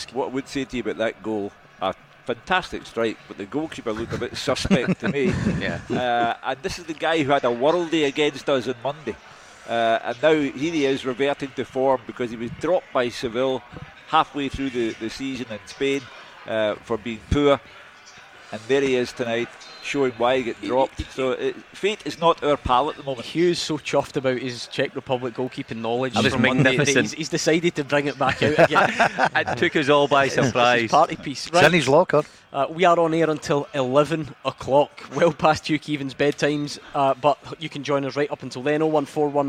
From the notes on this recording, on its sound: live from Scotland HQ at Drygate Brewery